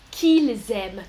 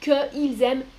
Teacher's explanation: Que devant une voyelle se transforme en k. · Shown in: first take · Que ils aiment, c'est pas joli.